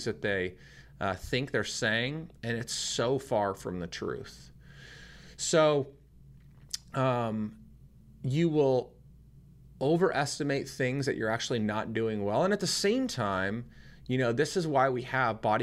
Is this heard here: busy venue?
no